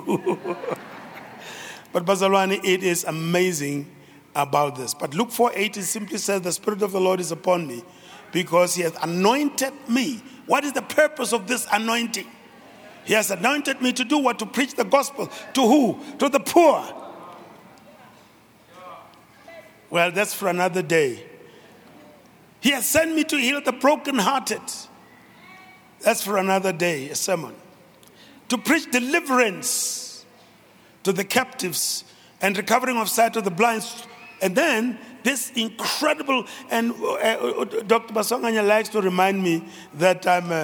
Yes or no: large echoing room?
yes